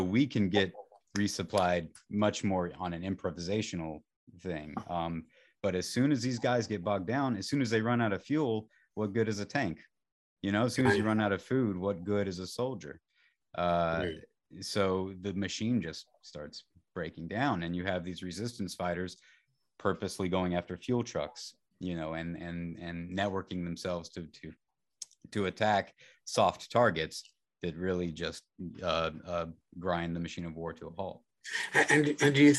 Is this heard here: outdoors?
no